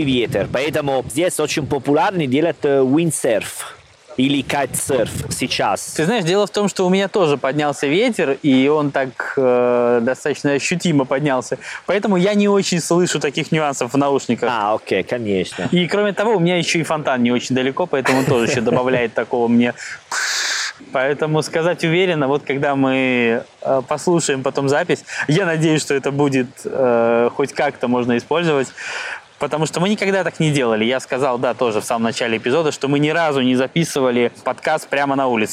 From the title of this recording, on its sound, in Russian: Записываем самый летний эпизод подкаста. Прямо на берегу моря